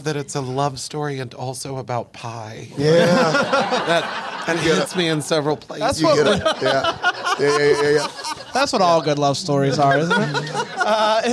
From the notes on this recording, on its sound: LIVE from ATL. LIVE in Atlanta!